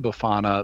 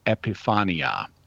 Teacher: The name Befana may come from Epiphania, because you can hear how they sound the same, and the B sound is a bilabial. Both the B sound and the P sound are bilabial plosives, and so P and B tend to convert into each other pretty freely.